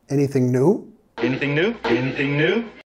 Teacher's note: Nota que estoy subiendo de entonación al final.